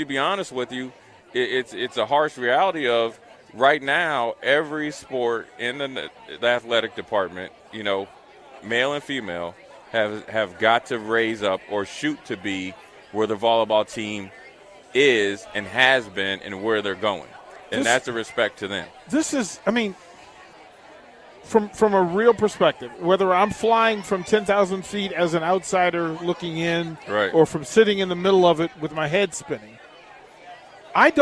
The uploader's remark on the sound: LIVE from Berry's (Volleyball Day In Nebraska)